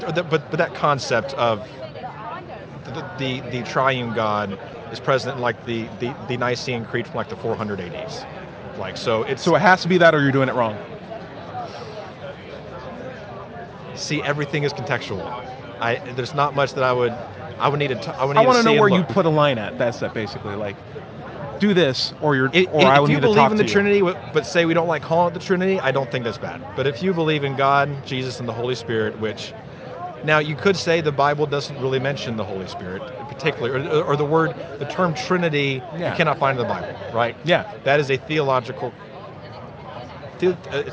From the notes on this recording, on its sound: Recorded at Politicon 2019 in Nashville, TN.